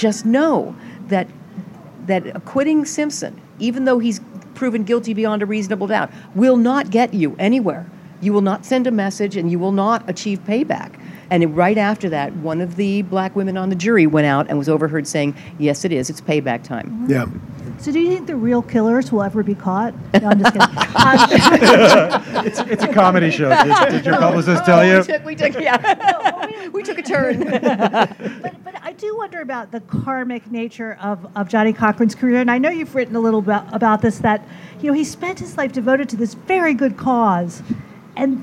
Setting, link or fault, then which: setting, busy venue